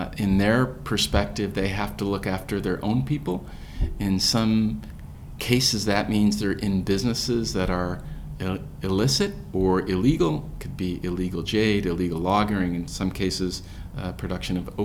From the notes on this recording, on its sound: Recorded at the 2017 USC APBO Asia Pacific Business Outlook Conference.